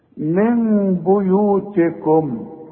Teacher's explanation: اقلب لنا النون الى ميم واخفيها وغنها. والغنة بمقدار حركتين لا تزيد ولا تنقص. · Term: إقلاب